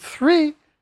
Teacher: Our word three begins with a voiceless dental fricative